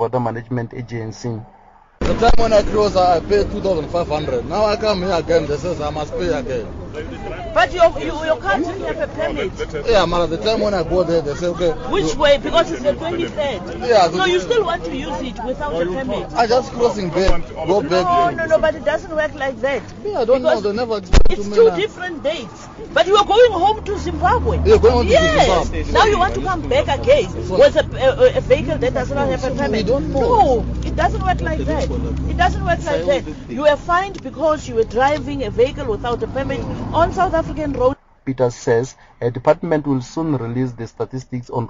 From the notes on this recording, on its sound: Speaking to the SABC at the Capricorn toll plaza outside Polokwane in Limpopo.